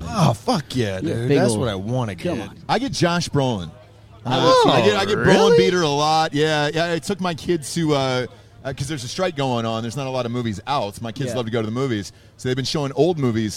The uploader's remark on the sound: LIVE From Rama Jama In Tuscaloosa. Goes LIVE from Rama Jama outside of Bryant-Denny Stadium in Tuscaloosa for the Texas-Alabama game.